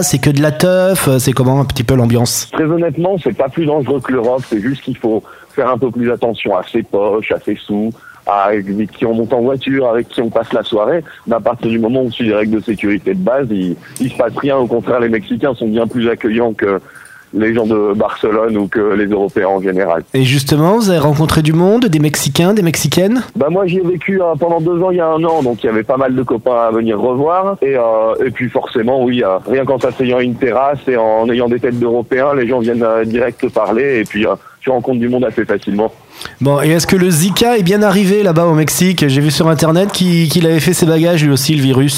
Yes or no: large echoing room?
no